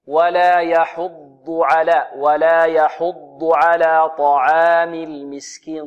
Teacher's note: العين ليس من حروف التفخيم وإنما هي من حروف الترقيق